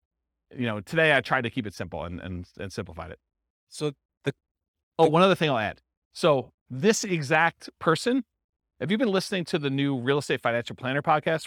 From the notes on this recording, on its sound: This was a live class recorded